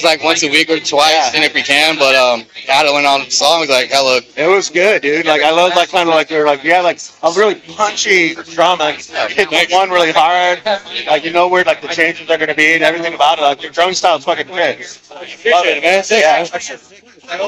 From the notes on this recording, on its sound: Live podcast... Audio quality questionable.